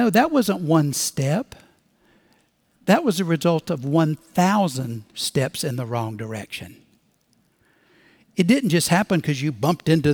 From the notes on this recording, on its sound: Recorded Live at Brookwood Church on 11.19.2023